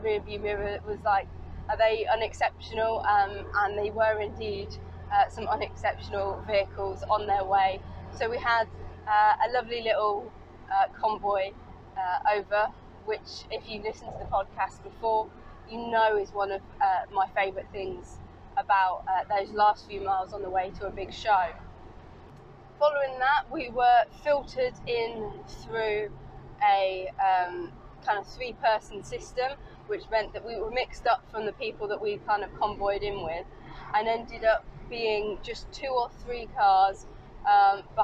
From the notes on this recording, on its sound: all recorded from my 1968 Morris Minor, Peggy